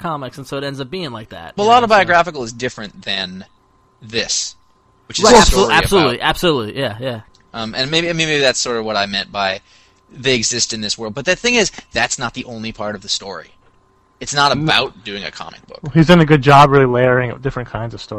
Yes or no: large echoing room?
no